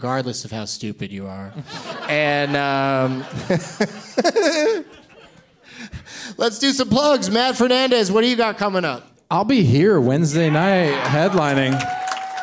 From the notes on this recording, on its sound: Live from The Improv in Orlando.